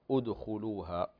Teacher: همزة الوصل في كلمة أدخلوها، نبدأ بها مضمومة، أو نبدأ بهذه الهمزة هنا مضمومة لأن ثالث الفعل مضموم ضمة أصلية، فنبدأ بهنا همزة الوصل نبدأ بها مضمومة أدخلوها.